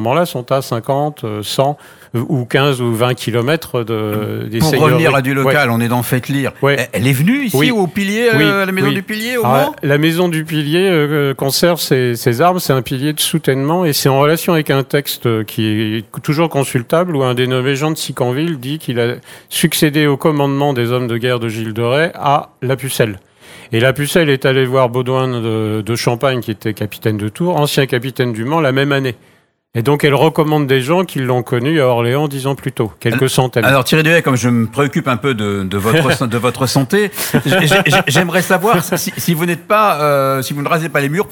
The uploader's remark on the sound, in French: Sur les radios de la FRAMA en direct du salon du livre dimanche 2 octobre 2022.